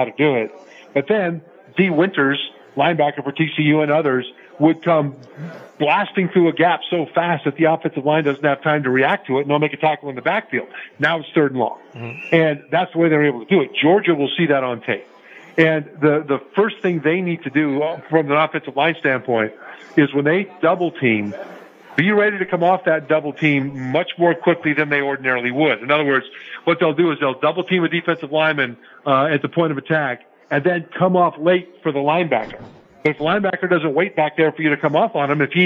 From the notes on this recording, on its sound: Live from SoFi Stadium